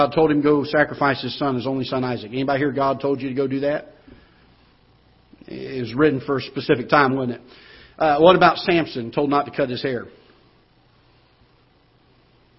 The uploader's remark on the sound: Ketha Heights Baptist Church ~ Live Broadcast